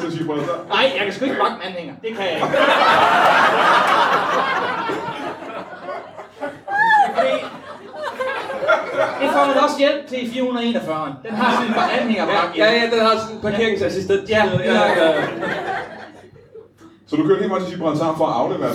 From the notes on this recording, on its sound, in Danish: LIVE fra Hanstholm Madbar.